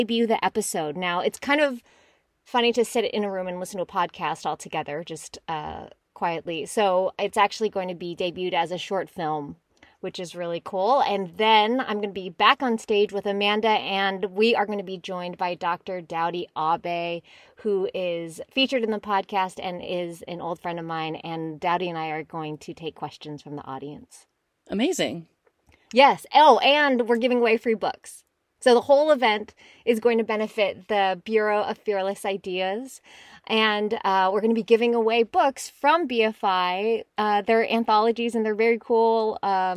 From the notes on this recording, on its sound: Recording in cars with girls. In the back of a hot Jetta.